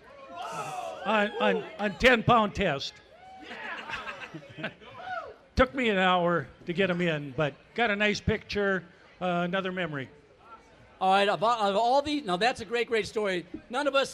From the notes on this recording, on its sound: Live Broadcast from the Minnesota State Fair